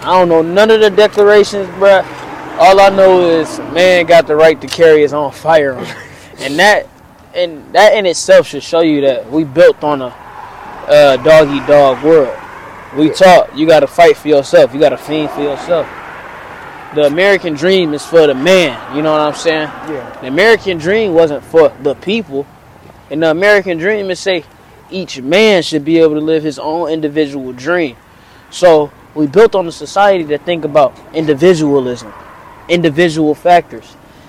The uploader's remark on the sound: Today I tried something new, I did a walk and talk style podcast while chatting with my cousin.